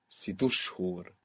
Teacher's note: If I say it even more fluently, I might say sit shuhur. So we end up stressing the helping vowel, the helping u, and that means that the u of shuhur gets lost